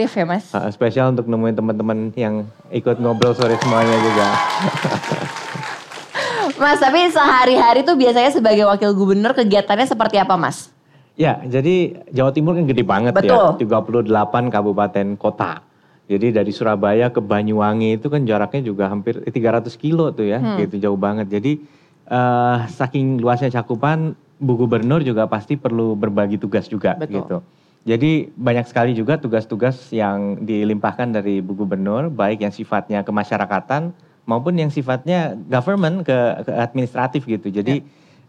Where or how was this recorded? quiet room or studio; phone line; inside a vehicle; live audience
live audience